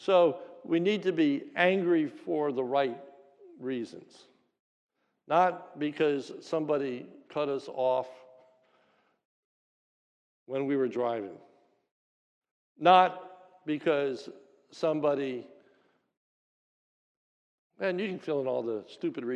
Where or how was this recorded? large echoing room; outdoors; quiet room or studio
large echoing room